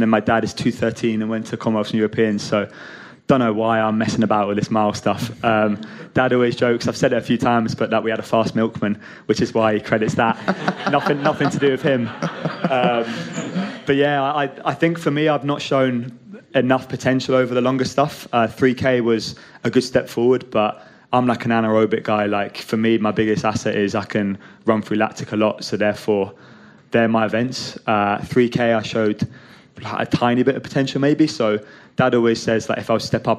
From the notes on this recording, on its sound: I’m excited to share the recording from my live show in New York City this past Saturday.